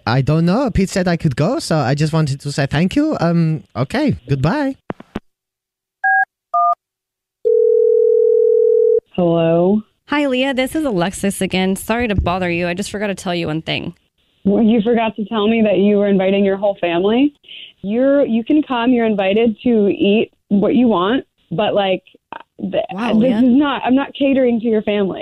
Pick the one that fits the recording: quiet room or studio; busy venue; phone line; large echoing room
phone line